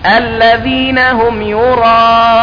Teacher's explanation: فالألف بعدها همزة في نفس الكلمة، وهذا مد متصل. وقد عرفنا أن هذا المد يجب مده 4 حركات على الأقل، يراءون، فلا أقرأها كذا الذين هم يراءون هكذا ما مددت المنفصل، بل الذين هم يراءون.